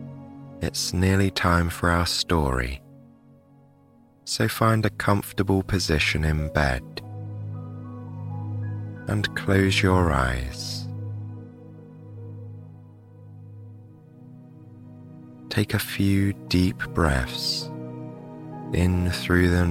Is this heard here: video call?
no